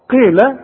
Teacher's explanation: القاف مكسوره، والقاف في اخر درجات التفخيم